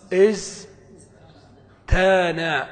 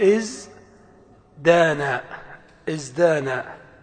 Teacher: ثم نقلب التاء دالا لأن فاء الكلمة زاي · Shown in: second take